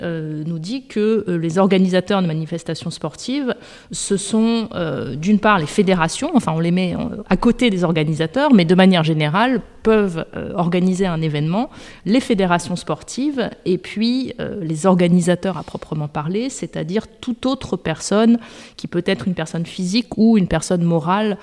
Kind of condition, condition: setting, busy venue